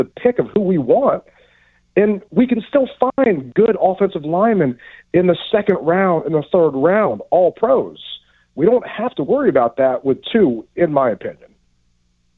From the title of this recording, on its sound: takes calls from listeners